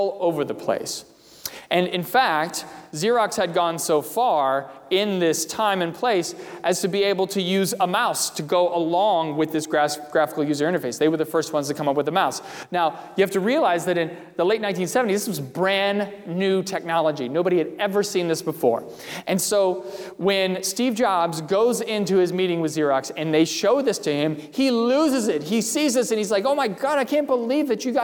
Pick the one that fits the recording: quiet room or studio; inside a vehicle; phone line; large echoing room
large echoing room